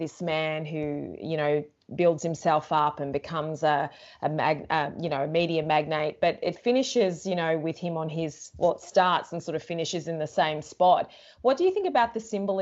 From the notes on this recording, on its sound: Please be aware that owing to COVID-19 restrictions at the time of recording we were required to record the podcast through video link which means that there may be some small breakage in audio.